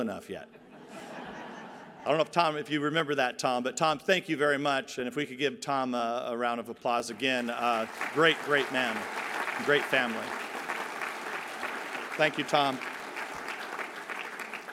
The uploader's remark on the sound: delivers keynote address at the Iowa Faith and Freedom Townhall, September 18, 2021